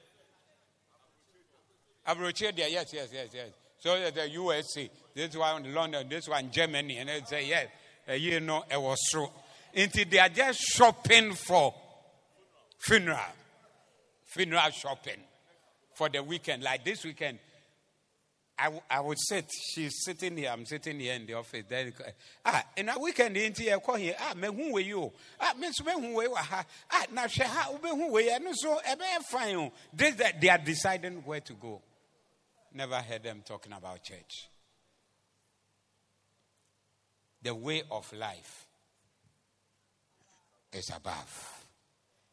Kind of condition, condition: setting, large echoing room